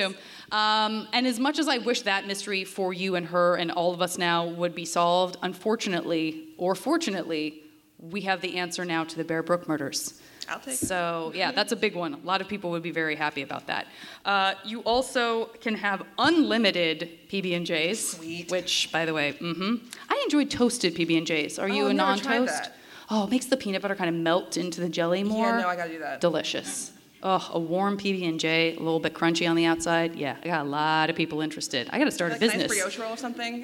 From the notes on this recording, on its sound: This week's episode was recorded in front of a live audience at POD X in Nashville, Tennessee. Live musical performances.